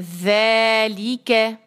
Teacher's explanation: کاف جو ہے یہ سمپل سافٹ کاف ہے، قوف کی طرح نہیں بنانا